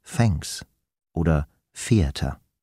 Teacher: Das stimmlose TH klingt nämlich beinahe wie ein F. Hören Sie mal, zum Beispiel Thanks oder Theater.